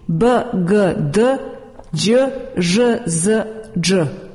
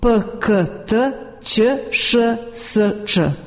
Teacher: Pri izgovoru zvučnih suglasnika glasne žice trepere, a u izgovoru bezvučnih glasne žice ne učestvuju. Osim suglasnika F, H i C, koji nemaju zvučnih parnjaka, svi ostali zvučni suglasnici u srpskom jeziku imaju svoje bezvučne parnjake.